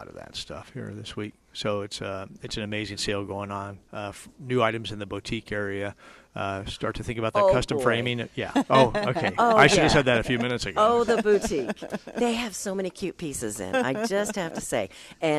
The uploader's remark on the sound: Plant Experts Live at Prairie Gardens.